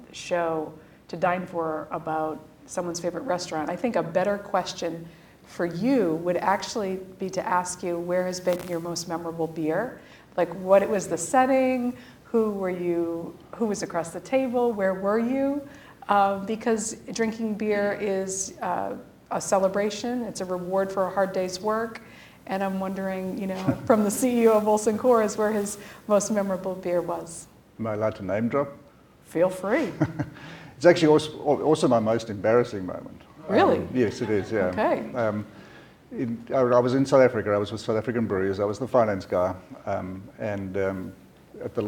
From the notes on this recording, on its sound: This conversation was recorded in front of a live audience